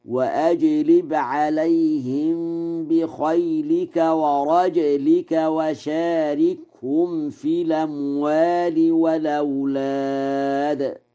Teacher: ورجلك بإسكان الجيم مع القلقلة على أنه اسم جمع لراجل، فيقرأ هكذا: وأجلب عليهم بخيلك ورجلك وشاركهم في الأموال والأولاد.